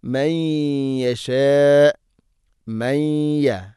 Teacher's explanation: നൂനിനെ യ ഇലേക്ക് ഇദ്ഗാം ചെയ്ത് മണിച്ചുകൊണ്ട് ഉച്ചരിക്കണം. · Term: ഇദ്ഗാം ബിഗുന്ന